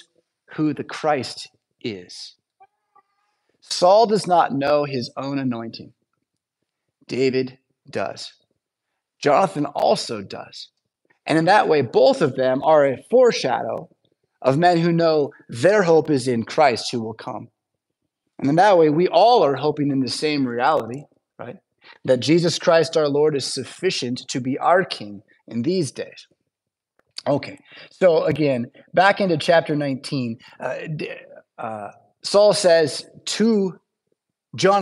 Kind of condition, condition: setting, large echoing room